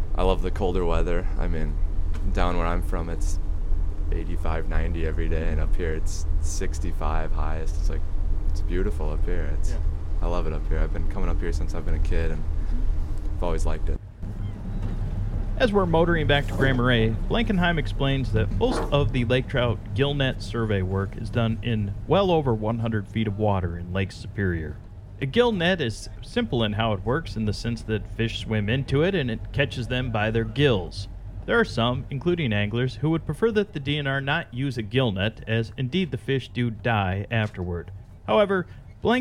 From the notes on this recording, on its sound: Featured in this week’s episode are staff from the DNR’s Lake Superior Fisheries Office in Duluth. On board the 31-foot boat that left from the Grand Marais Harbor July 15. Most of which was recorded on Lake Superior near Grand Marais.